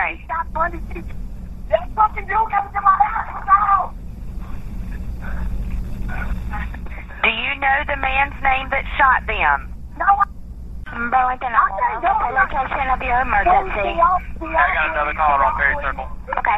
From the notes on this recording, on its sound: Partial audio from two 911 calls received from the scene of a triple homicide. The Times-News has attempted to edit out expletives in the recordings, but some may still be audible.